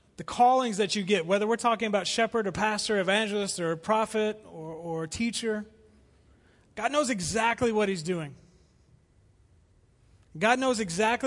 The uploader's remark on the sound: Recorded live at The Fellowship at Two Rivers.